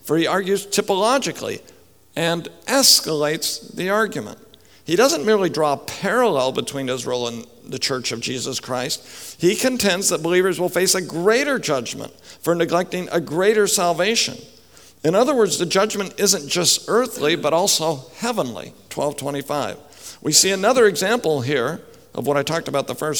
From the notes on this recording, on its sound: speaks at the 2015 RTS Jackson Biblical Theology Conference